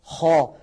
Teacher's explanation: تجد بأن هواء الحرف يتجه إلى قبة الحنك الأعلى، إلى سقف الحلق · Term: الاستعلاء